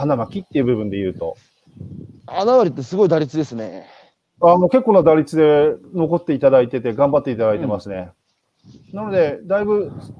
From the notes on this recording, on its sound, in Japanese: 歩きながら1時間、対談する